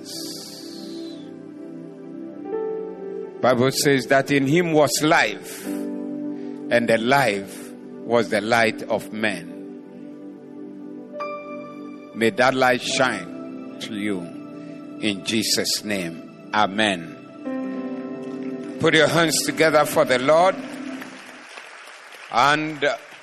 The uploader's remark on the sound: Preached at the Doxa Service.